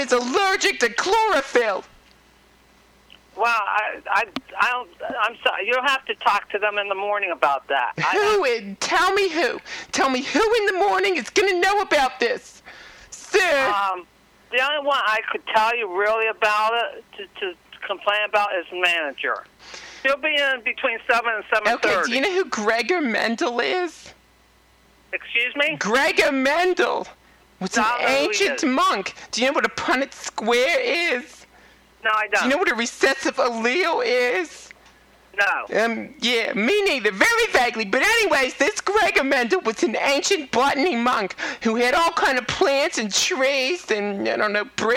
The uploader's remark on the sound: Prank Phone Calls